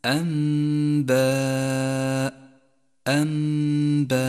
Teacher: جاءت النون الساكنة وبعدها حرف الباء، والواجب هنا أن نقلب النون الساكنة إلى ميم · Term: الإقلاب